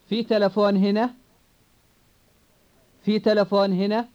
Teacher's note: Fi. When the word is used in a question, its tone rises rather than falls.